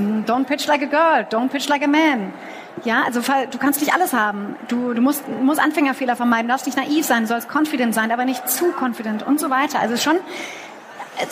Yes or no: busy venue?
yes